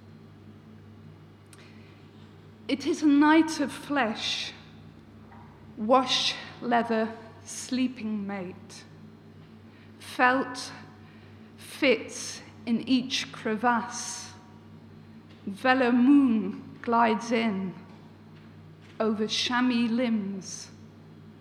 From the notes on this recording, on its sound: This recording is taken from the Writers Centre Norwich salon. Poetry reading at the WCN Salon.